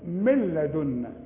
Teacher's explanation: ونون بعدها لام، ادغام كامل، ها برضو بدون غنة